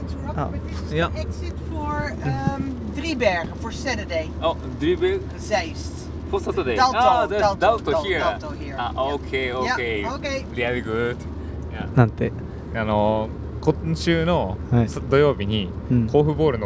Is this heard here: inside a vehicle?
yes